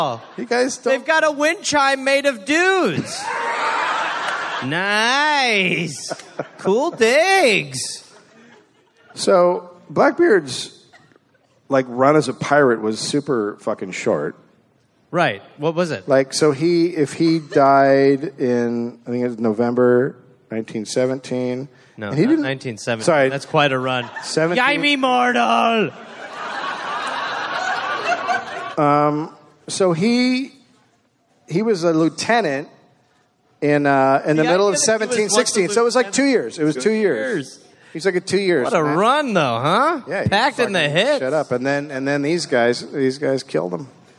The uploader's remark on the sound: Live in Charlotte, NC